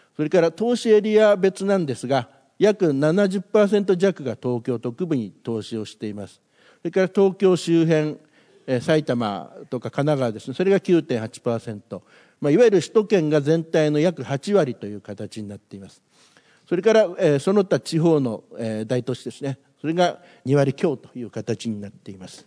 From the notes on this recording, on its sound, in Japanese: 東京証券取引所で開催した「J-REITファン2017」に登壇した「平和不動産リート投資法人」のIRセミナー。